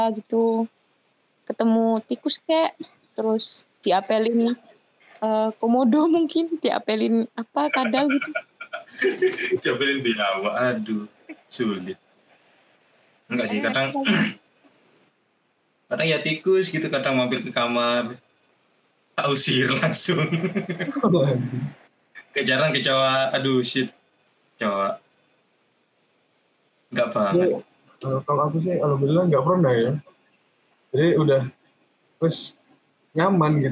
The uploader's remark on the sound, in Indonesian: Ini adalah episode MeetCast dimana kita record menggunakan media Google Meet.